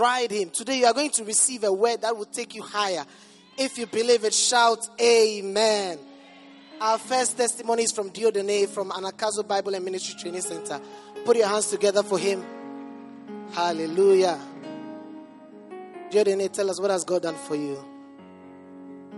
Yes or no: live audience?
yes